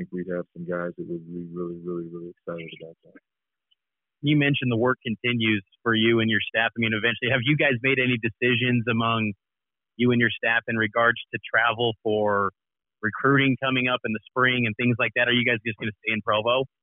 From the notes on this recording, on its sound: spoke with the media via a teleconference